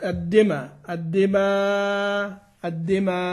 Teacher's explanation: وكلها بلا همزة، الهمزة راحت خلاص خلاص كده · الهمزة الأخيرة لك قصر وتوسط وإشباع